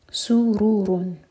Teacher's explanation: سین پر وسل والا ساؤن آنا چاہیے، اور را پر دمہ ہے تو را ہیوی